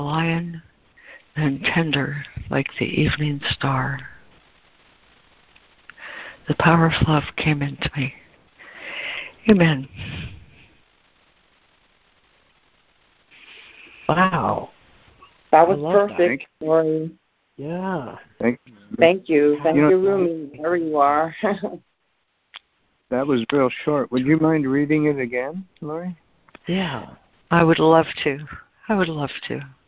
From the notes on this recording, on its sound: ACIM Daily Conference Call